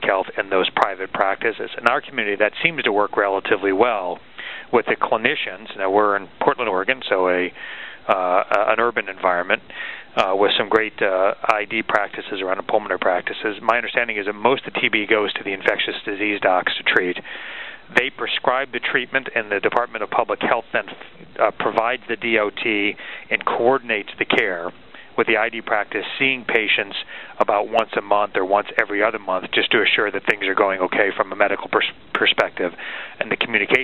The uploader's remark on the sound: June 2005 Author in the Room® Teleconference